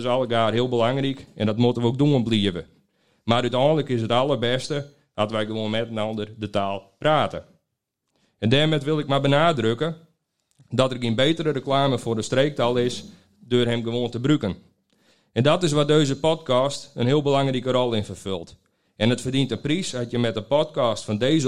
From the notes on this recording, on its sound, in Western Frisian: Live sjo, opnommen tiidens de utraiking op frijdeg 16 desimber in MFC Ons Huis St.-Anne.